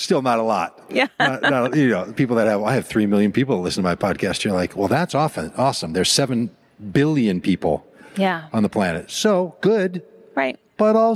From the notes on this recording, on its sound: in a conversation at The Wild Goose Festival 2023